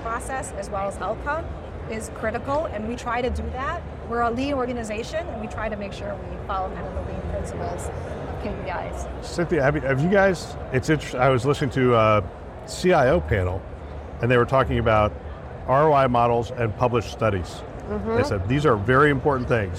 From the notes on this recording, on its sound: live from HIMSS 2023